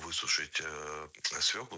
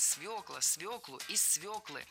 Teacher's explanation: Правильный вариант – свекла, свеклу, из свеклы. В этом слове должна быть «ё», и нельзя ее заменять, и переносить ударение на окончание тоже не следует. · Shown in: second take